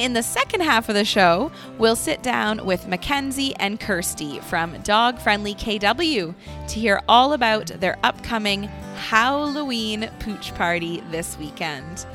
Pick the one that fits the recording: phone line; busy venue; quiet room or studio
busy venue